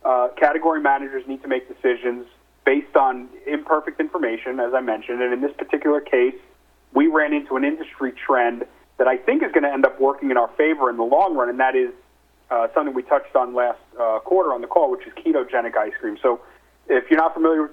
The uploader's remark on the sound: Nightfood Investor Conference Call